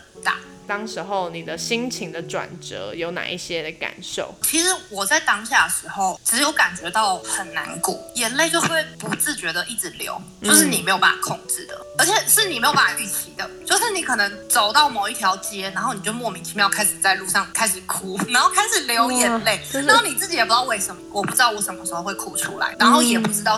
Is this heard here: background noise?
yes